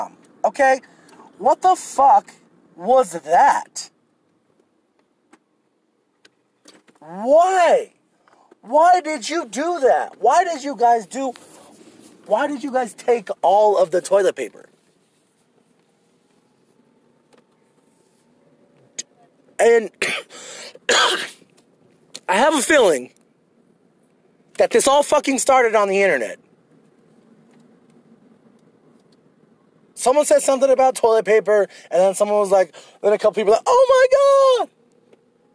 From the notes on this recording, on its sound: Here's a special Drive & Pod episode I recorded while on a daring mission out in the midst of covid-19 to find and purchase "Toilet Paper".